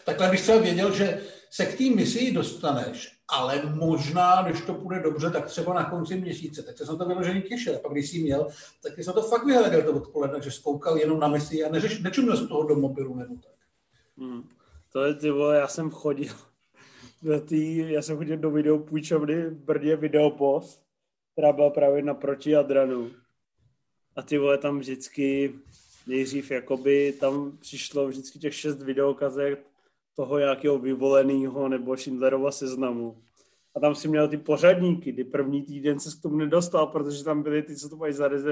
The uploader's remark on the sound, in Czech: Tenhle pokec vzniknul jako after párty jednoho z MovieZone Live. Zapomněl klukům vypnout Zoom.